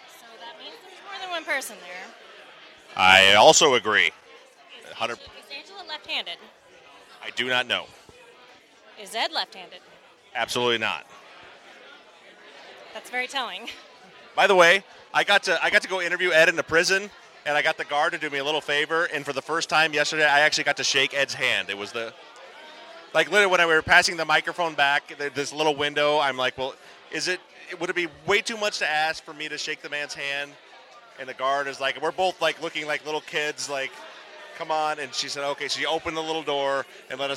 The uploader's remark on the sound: LIVE From Dallas. This episode was recorded live at the Dallas fan meet-up. We hear from several listeners.